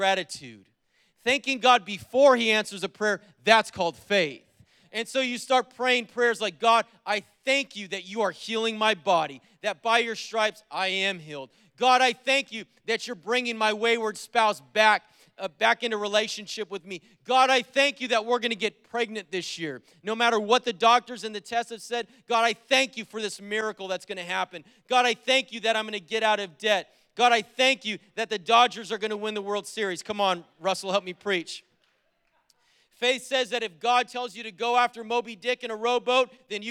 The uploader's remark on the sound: Was preached on January 9th at the 11:30AM service.